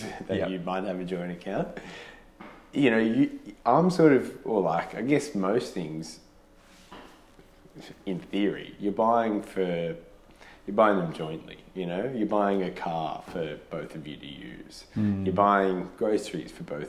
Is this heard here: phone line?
no